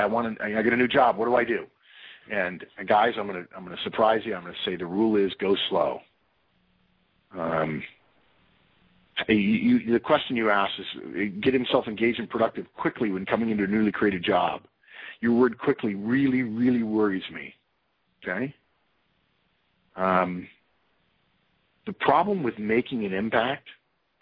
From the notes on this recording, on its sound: Conference Call.